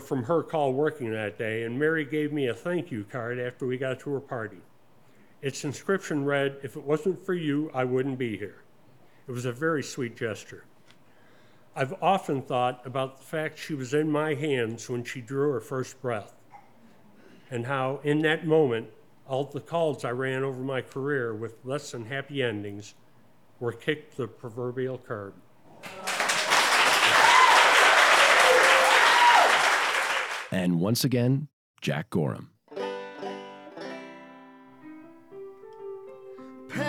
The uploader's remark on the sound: Presented as a live event in Asheboro, NC, which is then edited for broadcast. This episode was recorded live in the taproom at Four Saints Brewing Company.